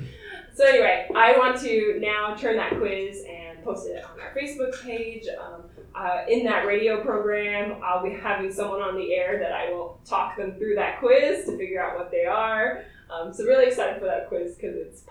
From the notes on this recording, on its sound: We apologize for any issues with the audio. There were technical difficulties while recording, but it will be fixed moving forward!